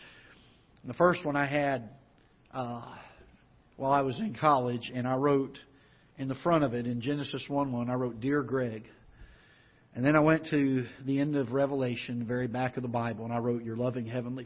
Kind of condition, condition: setting, large echoing room